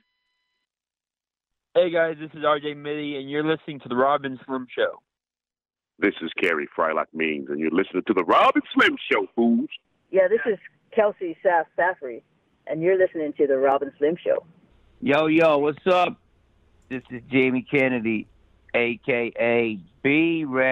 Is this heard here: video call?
no